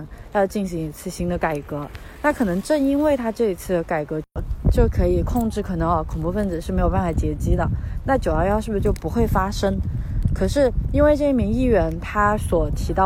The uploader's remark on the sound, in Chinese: 在新冠肺炎刚刚出现时，是一边散步一边录制的。